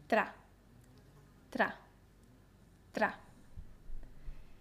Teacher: La R es una R suave, así que no hace falta que hagas demasiado esfuerzo. Es una R que solo vibra una vez.